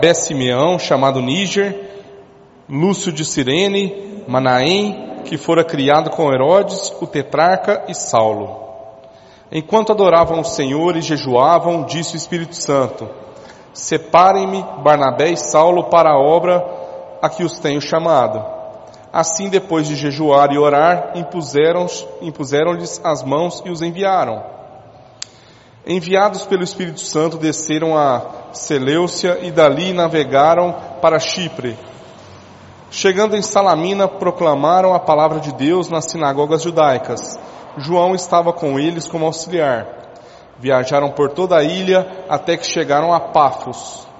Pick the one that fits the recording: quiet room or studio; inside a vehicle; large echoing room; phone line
large echoing room